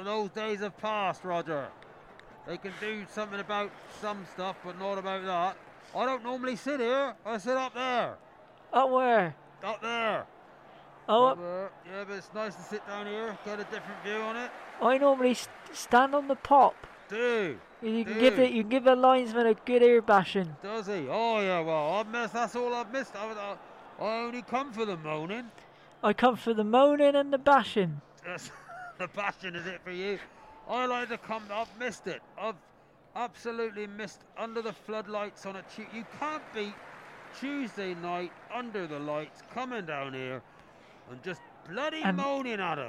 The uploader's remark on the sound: some audio from the stands as fans return to stadiums